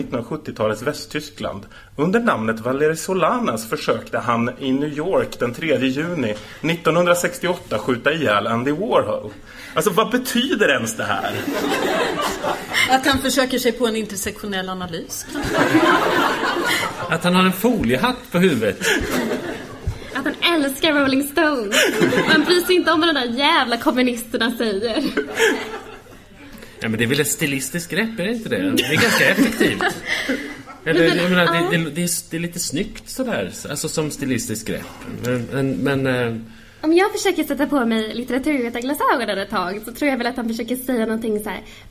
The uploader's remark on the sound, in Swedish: Inspelat live på Socialistiskt forum i Stockholm.